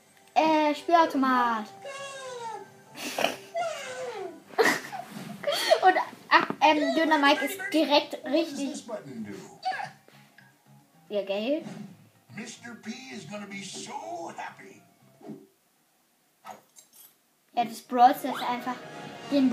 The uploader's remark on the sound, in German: Meine Mutter hat die Aufnahme zerstört.